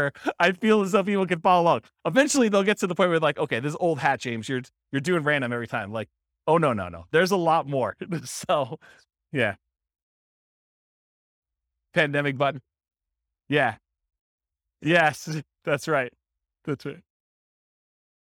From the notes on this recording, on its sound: This was a live class recorded